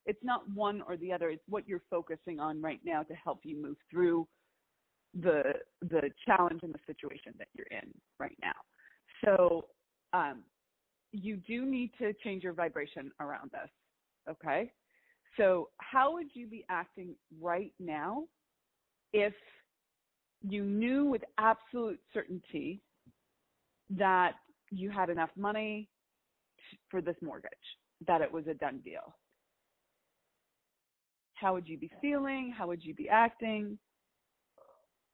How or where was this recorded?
phone line